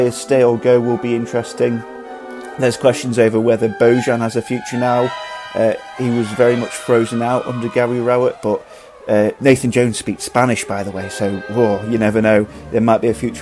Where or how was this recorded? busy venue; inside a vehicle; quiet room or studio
busy venue